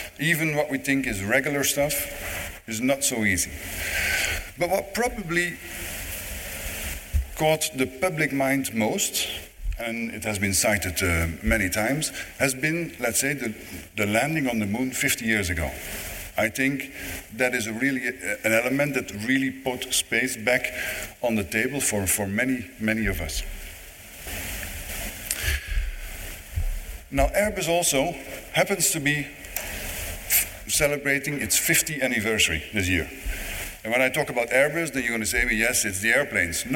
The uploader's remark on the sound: This weeks podcast is another live recording from the Canadian Space Summit.